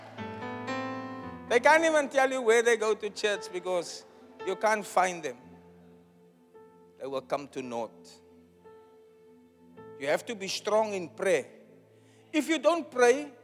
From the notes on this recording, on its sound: Preached at the Zion Sanctuary, Cape Town.